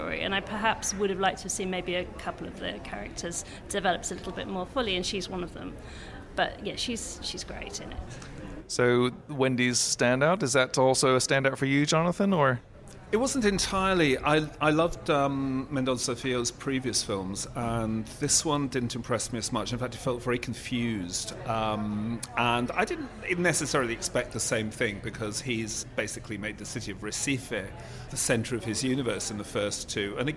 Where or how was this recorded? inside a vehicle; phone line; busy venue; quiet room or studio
busy venue